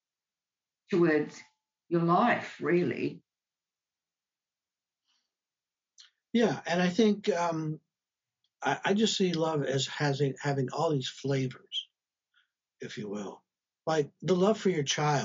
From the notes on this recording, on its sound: Live discussion from 13 February, 2022 on Zoom